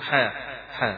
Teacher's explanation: ومعلوم المد اللي فيها بتمد الحاء حركتين اثنين فقط، ما بتمدش مدا طويلا فيها، حاء حاء هذا المد الطبيعي.